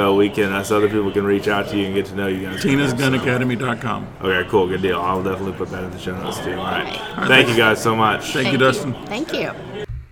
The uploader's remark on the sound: Live from the Dallas, Texas NRA show.